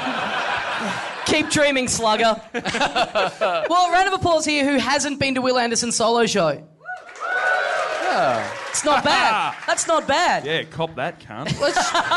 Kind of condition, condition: setting, busy venue